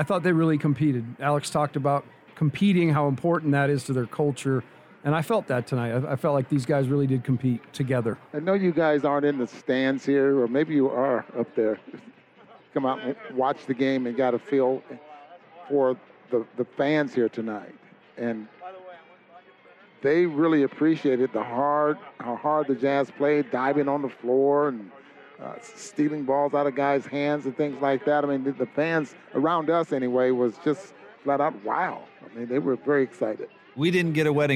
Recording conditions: busy venue